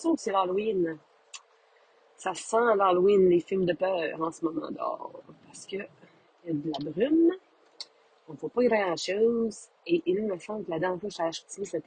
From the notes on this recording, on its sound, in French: Désolée pour les nombreux bruits de bouche… vive les Airpods!!